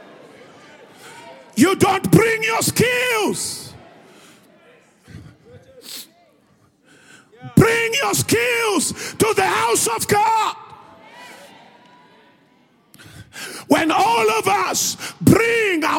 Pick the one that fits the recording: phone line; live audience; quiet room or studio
live audience